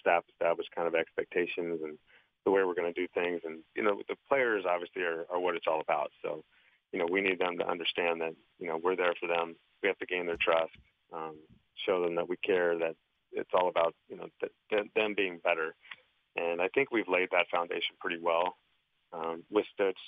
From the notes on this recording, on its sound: called in to the … and … show.